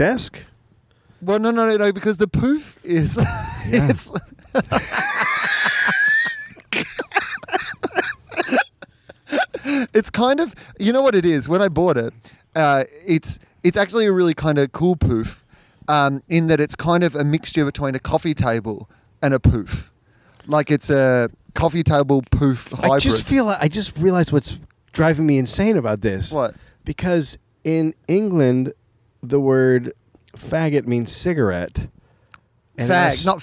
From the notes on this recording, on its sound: On the roof. The sweet sounds of LA at night.